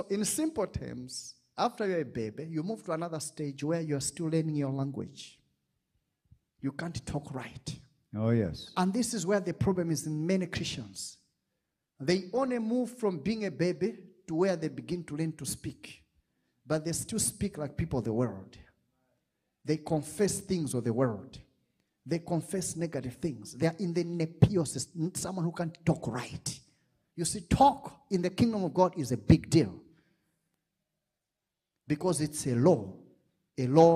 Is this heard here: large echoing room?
yes